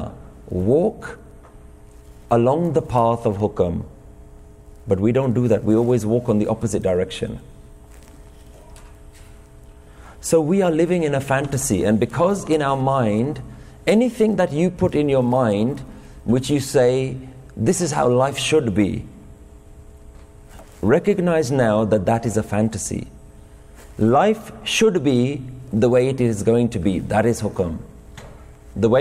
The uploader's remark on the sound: Recorded in Fremont Gurdwara, San Jose, California, USA in February 2018.